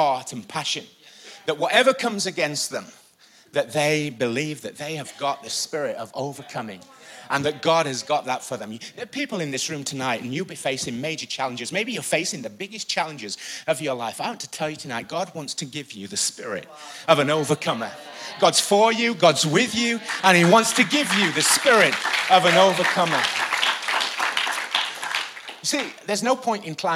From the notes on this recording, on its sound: Recorded live at the Chesterfield Campus this is the message from the evening service on the 29th September 19.